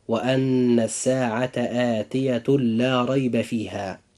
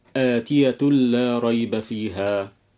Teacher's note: إدغام بغير غنة، حيث يأتي تنوين بعده حرف اللام